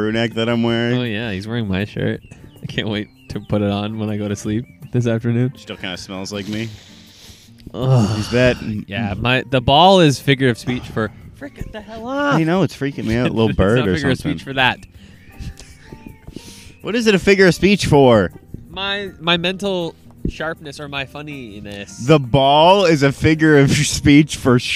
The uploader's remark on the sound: outside enjoying nature in the early hours of the morn!